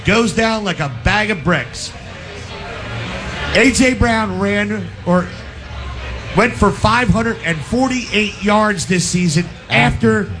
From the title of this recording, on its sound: LIVE from our Giants Playoff Tailgate!